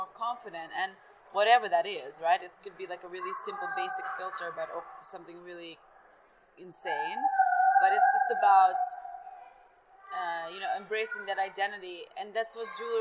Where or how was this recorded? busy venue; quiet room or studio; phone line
busy venue